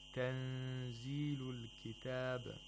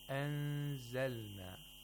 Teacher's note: needs ghunna or nasalization for two vowel counts.